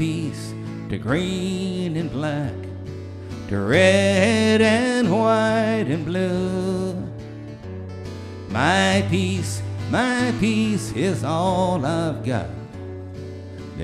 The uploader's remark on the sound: Newport Folk Festival 2009